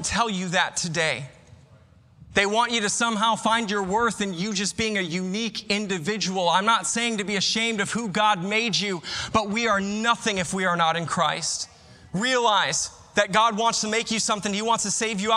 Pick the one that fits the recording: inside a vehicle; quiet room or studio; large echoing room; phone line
large echoing room